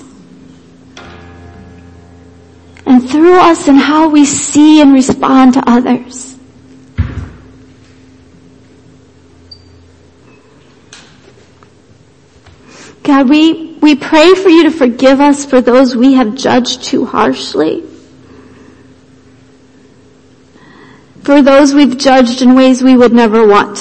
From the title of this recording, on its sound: Worship Service - Audio